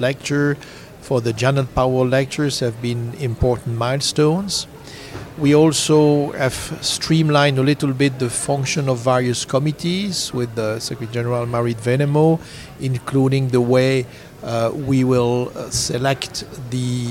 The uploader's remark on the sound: Live from the ESVS Annual Meeting held in Belfast in September 2023. This time at the Podcast Corner.